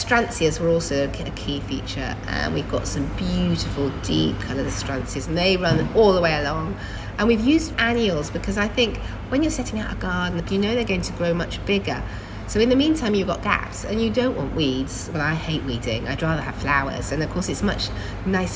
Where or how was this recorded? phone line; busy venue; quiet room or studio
busy venue